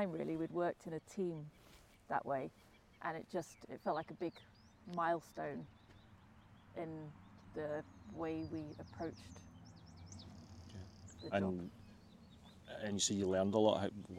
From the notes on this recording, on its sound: The rain did come in whilst we were chatting so the lens does get obscured by droplets, the hazards of recording outside.